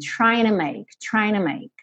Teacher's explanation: apagou esse T do to e ligou direto no N